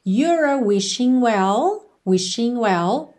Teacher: o G de wishing não é pronunciado